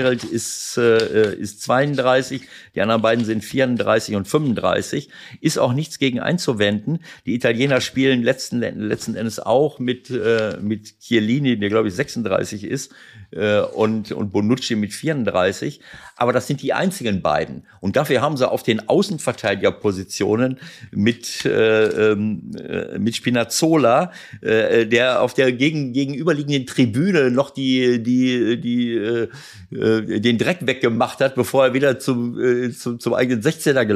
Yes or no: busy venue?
no